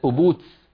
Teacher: يعني بدل أبوك يقول هكذا بالسين · Term: الكسكسة